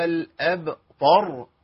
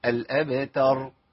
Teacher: جبنا التاء ايه؟ طاء، ما تنفعش خالص، هي تاء · Shown in: second take